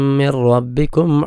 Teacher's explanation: മിർറ നൂന് കേൾക്കാനേ പാടില്ല, സാക്കിന നൂന് ശേഷം റ വന്നു